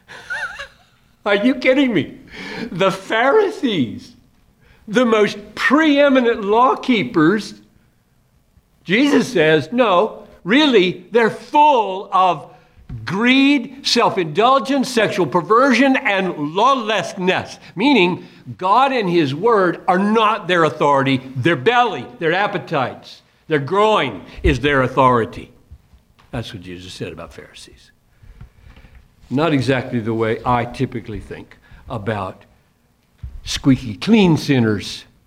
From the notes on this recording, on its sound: Delivered this message at a chapel for Crossway Books.